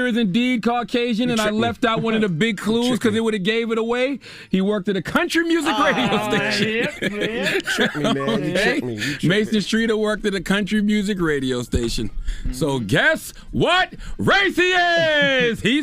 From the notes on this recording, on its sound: Today on the show we opened up the phone lines to see what the reasoning is for some of our listeners who are over 30 and have a roommate.